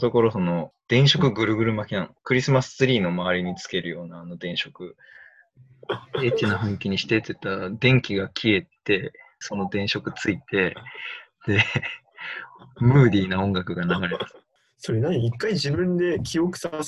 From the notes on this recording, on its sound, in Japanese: リモート録音なので音質はそこまでよくありません。